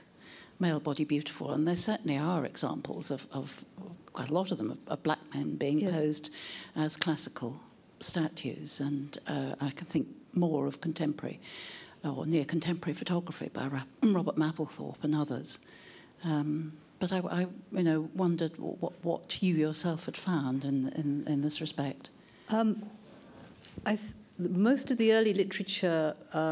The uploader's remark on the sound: Lunch Hour Lecture on tour at the British Museum